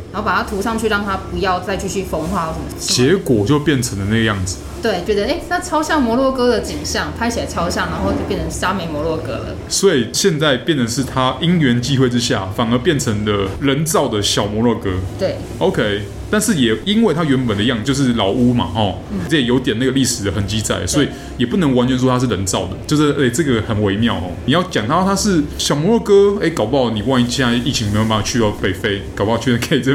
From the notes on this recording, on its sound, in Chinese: 本集白噪音指數：蚊風級 1/5。錄音地點： 齊客咖啡。